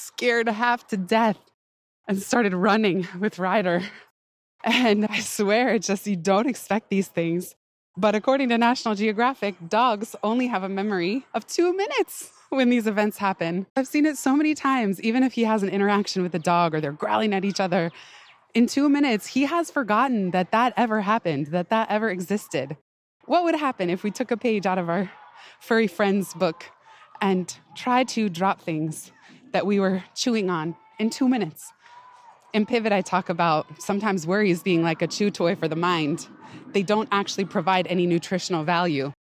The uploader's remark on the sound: Pardon the occasional panting (lol) and background noise—err New York City soundscape—as I recorded this one on a big hill at the park, running up and down while throwing a giant log for Ryder to chase.